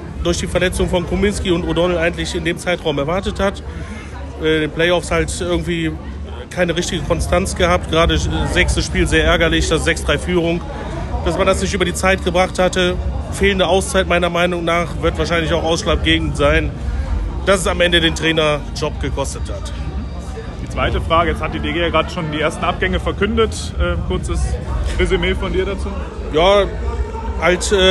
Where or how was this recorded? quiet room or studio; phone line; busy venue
busy venue